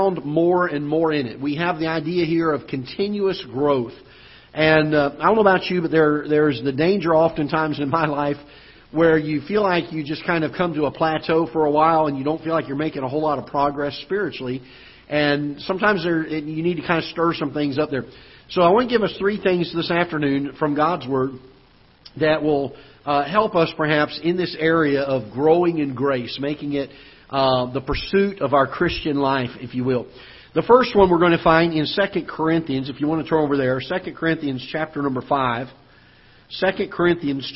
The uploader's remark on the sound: Ketha Heights Baptist Church ~ Live Broadcast